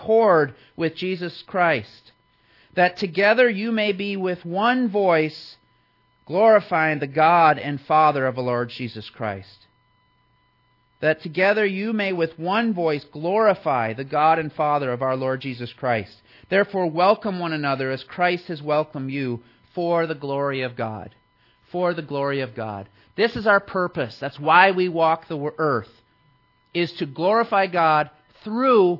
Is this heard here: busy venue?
no